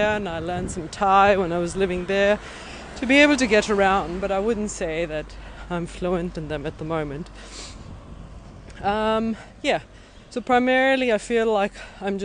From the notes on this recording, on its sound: A walking interview through Berlin Schöneberg with an emergency doctor.